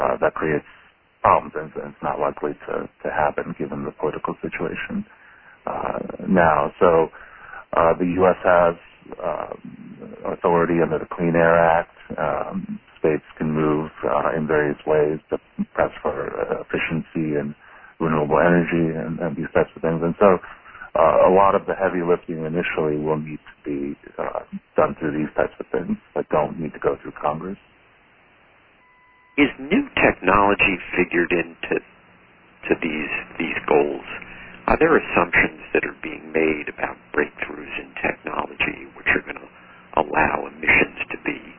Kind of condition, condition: link, phone line